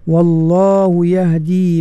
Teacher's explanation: tebalkan lam pada lafzul jalalah